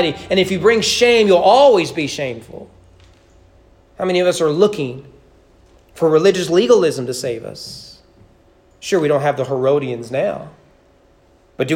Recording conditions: large echoing room